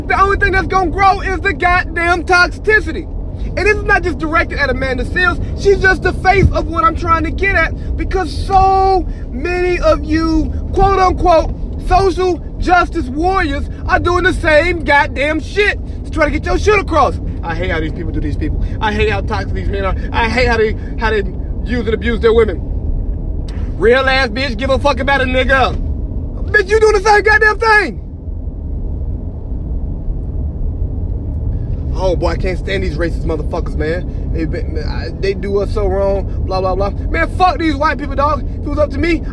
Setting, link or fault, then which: setting, inside a vehicle